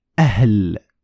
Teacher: What's going to happen is a small explosion of air, because you have stopping the air and then releasing all of it at once